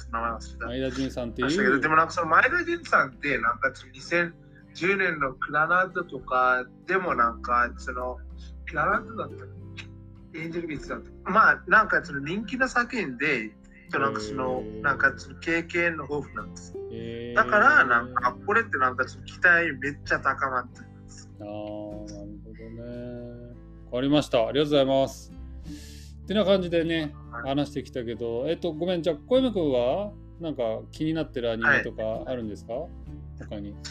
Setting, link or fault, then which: fault, poor sound quality